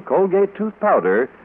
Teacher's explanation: with the accent on powder